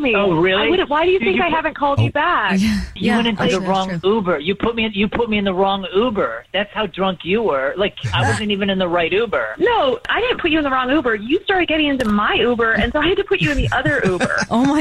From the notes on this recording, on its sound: We get that other person on the phone to see why they're "ghosting". Today there is a guy on the phone who is not getting a call back from a woman he went on a date with.